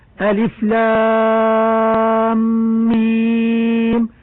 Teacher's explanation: مثقل حرفي، حيث يكون بعد حرف المد شدة